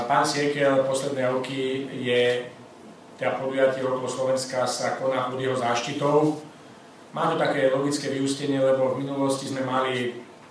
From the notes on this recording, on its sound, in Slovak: Audio vyjadrenie riaditeľa pretekov Okolo Slovenska z júnovej tlačovky